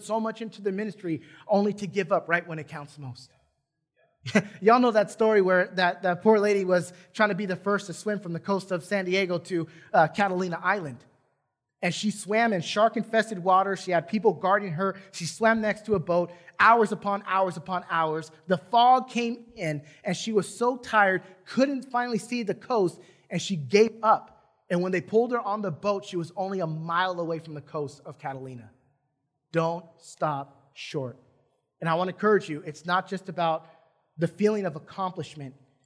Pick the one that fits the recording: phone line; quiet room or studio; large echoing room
large echoing room